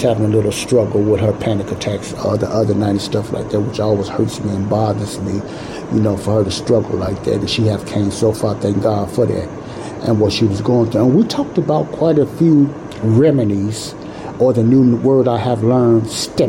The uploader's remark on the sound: I apologize but this Show was not recorded in a sound proof area, so there is noise in the background